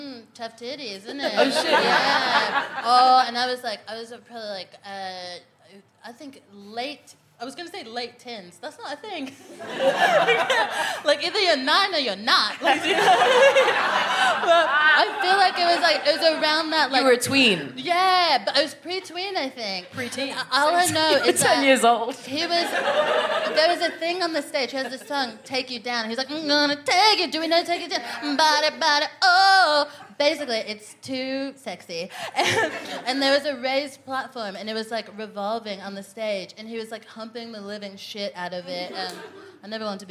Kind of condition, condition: setting, busy venue